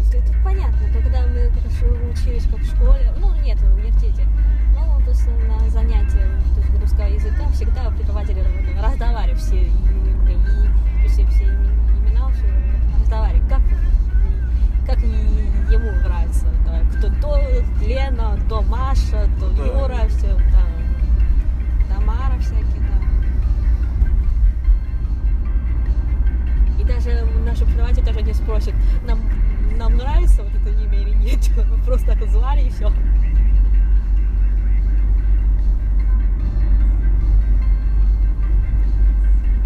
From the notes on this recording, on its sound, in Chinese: 也偶然在yandex.taxi 打车的时候遇到的一位。于是就斗胆在上车前，按了手机录音。没有任何脚本，没有提前准备任何问题，只是普通的聊天。